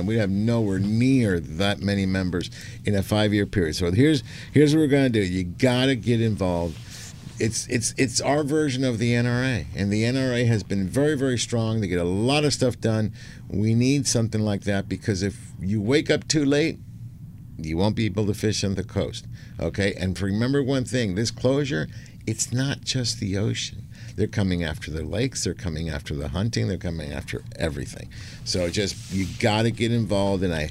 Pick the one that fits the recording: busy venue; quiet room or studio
busy venue